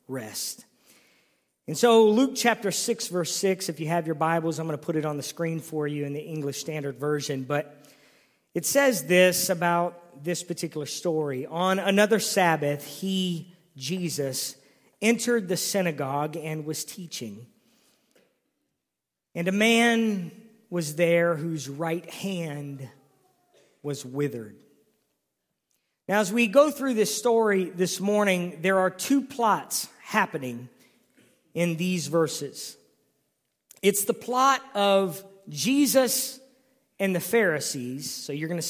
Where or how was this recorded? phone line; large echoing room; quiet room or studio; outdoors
large echoing room